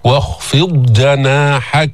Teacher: ما في إدغام بين الضاد والجيم